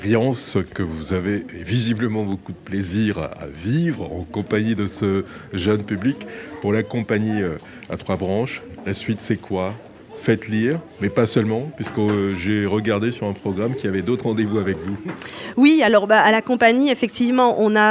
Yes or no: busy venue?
yes